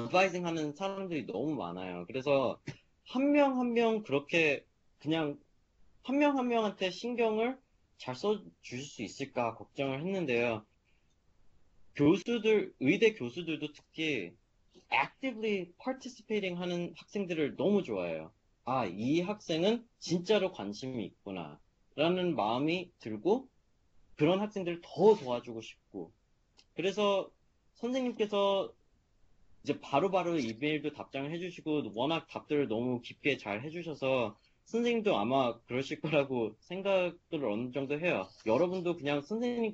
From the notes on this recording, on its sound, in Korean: Skype세미나에 참여한 하버드 의대 3학년생.